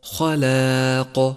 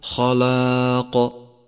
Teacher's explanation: لاحظ تفخيم الخاء وترقيق اللام، والألف بعدها تتبعها في الترقيق والقاف بعدها مفخمة · Shown in: first take · فانتقل بين الترقيق والتفخيم ببراعة ودقة.